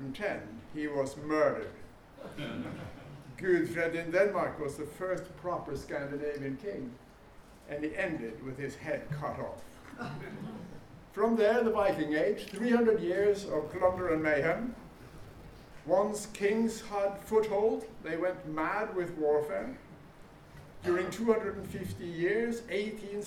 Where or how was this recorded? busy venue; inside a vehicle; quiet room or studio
busy venue